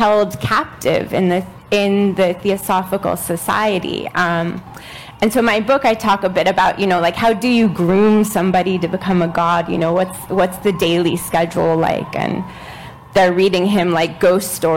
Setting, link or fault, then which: setting, live audience